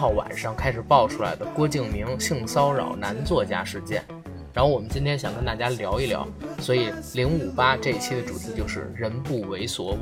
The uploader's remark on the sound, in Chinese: 昨晚临时起意录了这期节目，由于前期准备不足，录制场地带有杂音。